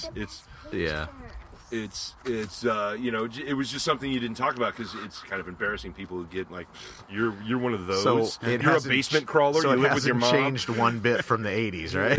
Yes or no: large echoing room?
no